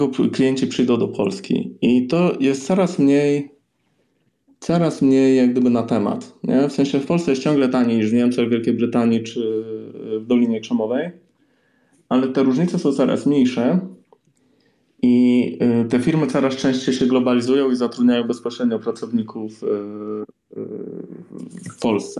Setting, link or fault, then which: link, video call